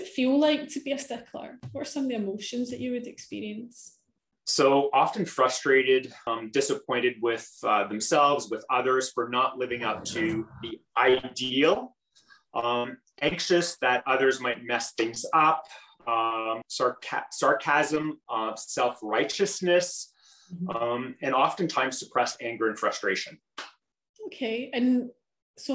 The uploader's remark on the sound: LIVE Q&A: Clubhouse